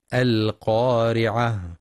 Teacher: ينتبه القارئ لتفخيم القاف في أعلى مراتبها لأنها مفتوحة وبعدها ألف، ولترقيق الراء لأنها مكسورة، والوقف على التاء المربوطة هاء ساكنة مع بيان صفة الهمس فيها